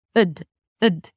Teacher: They both begin the same, ud, ud. So it's a reduced vowel, a schwa, and then a d sound